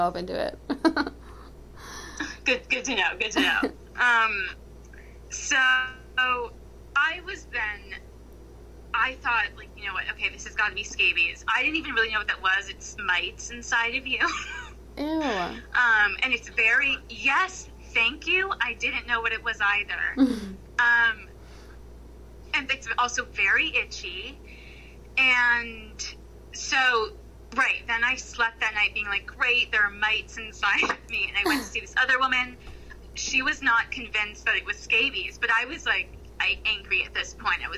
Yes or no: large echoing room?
no